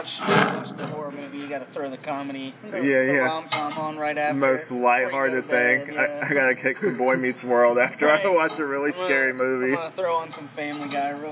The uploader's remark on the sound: Sorry for the weird audio issues in this one the quality improves in later episodes!